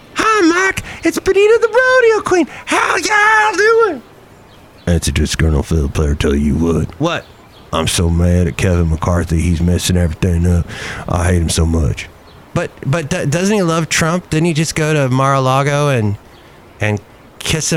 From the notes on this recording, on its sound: podcast live from Cafe Anyway